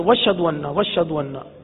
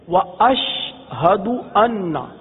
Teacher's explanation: حمزہ کی ادائیگی جو ہے اس کو حذف کر دیا جاتا ہے · Shown in: first take